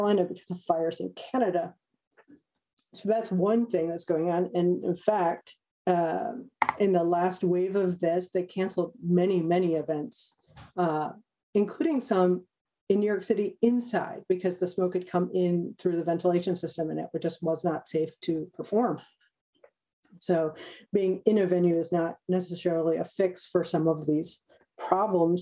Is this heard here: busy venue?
no